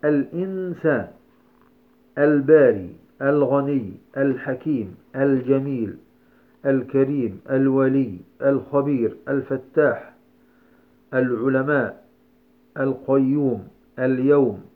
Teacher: كل هذه اللامات في هذه الأمثلة لامات قمرية يجب إظهارها